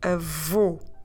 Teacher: that circumflex on the letter O, it's there to tell us that we need to close the vowel